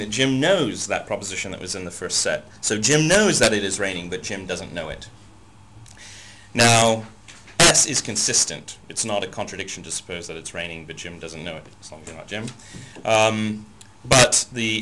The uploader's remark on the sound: Unfortunately, the audio recording levels were too high, so there is a lot of distortion.